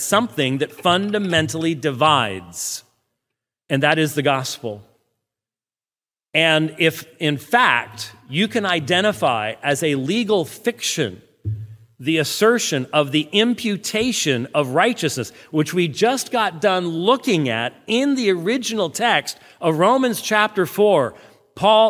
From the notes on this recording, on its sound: did two, back to back debates at First Lutheran Church in Houston